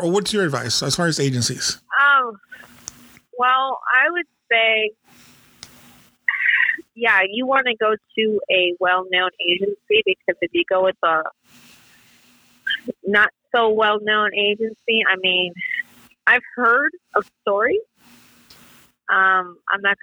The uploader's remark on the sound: We had to make this a phone interview due to COVID, but still very interesting.